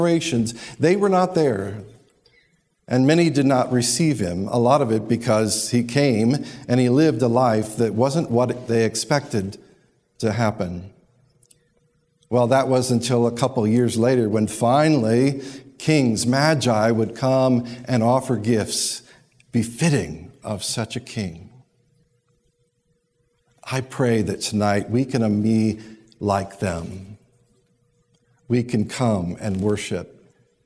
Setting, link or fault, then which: setting, large echoing room